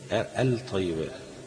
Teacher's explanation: يعني انا عندي لام واحده بس مش لامين، قلبت اللام لطاء وضغمتها في الطاء